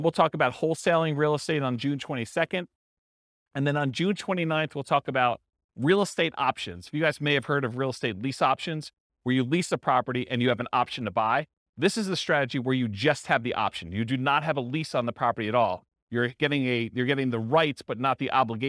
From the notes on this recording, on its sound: This was a live class recorded